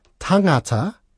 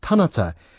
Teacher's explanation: the NG sound becomes just a N sound · Shown in: second take · So instead of tangata, which means person, becomes tanata. · Term: Tūhoe dialect